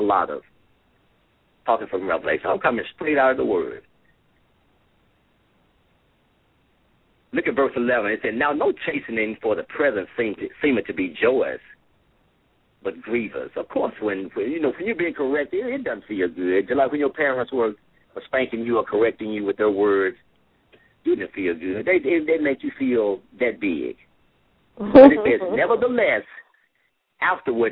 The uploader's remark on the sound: LML uses a progressive live call in format.